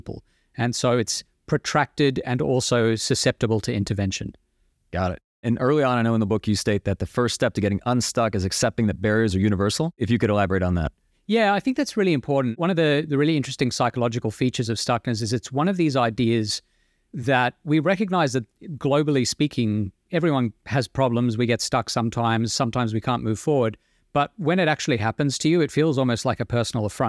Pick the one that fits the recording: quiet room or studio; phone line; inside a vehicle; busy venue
quiet room or studio